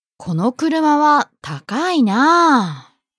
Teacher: This な is often used by male speakers. The final vowel, あ, is often prolonged, as in な.